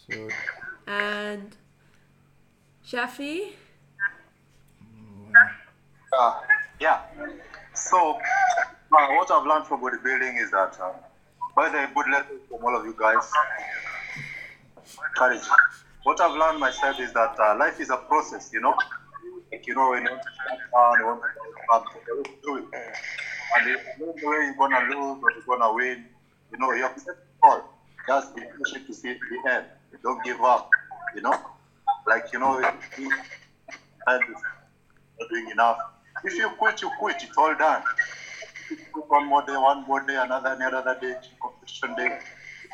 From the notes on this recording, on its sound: We do apologise for the sound quality; we would have loved to have had everyone in the same room! However due to Covid that was not possible. We hope you don't mind the odd matatu, chicken call and zoom glitch!